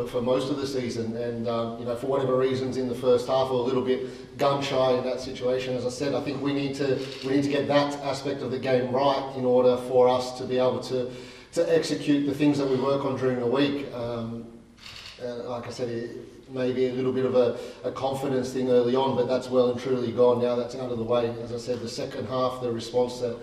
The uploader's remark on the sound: press conference